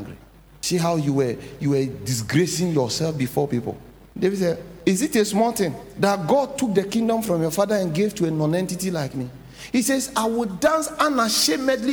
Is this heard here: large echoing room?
yes